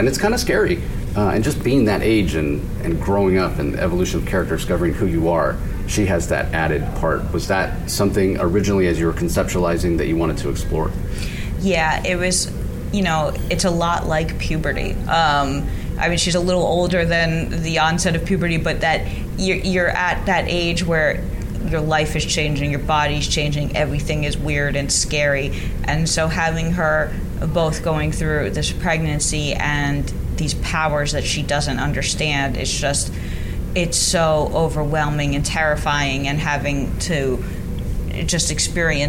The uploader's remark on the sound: LIVE from SDCC '23